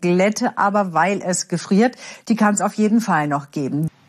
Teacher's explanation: Sie klingt sehr, sehr tieftonig und sie ist jetzt auch nicht unbedingt hochtonig unterwegs. Also sie hat 205 Hertz im Durchschnitt für ihre weibliche Sprechstimme.